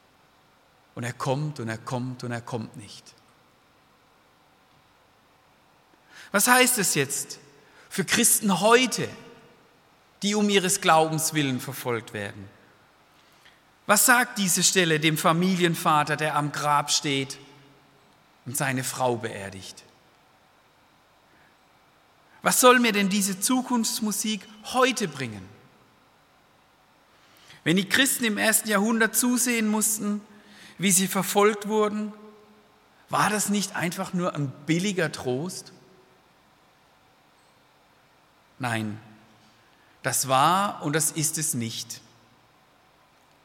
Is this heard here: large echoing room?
yes